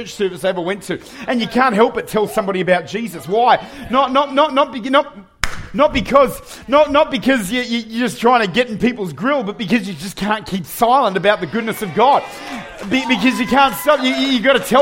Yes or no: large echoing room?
yes